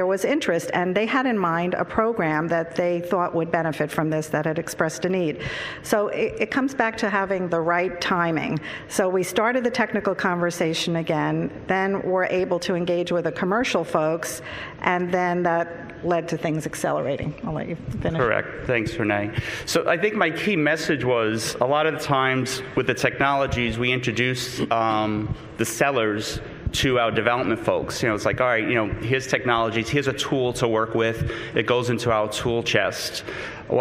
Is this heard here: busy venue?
yes